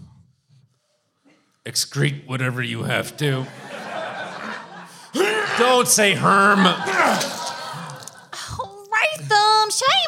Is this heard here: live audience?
yes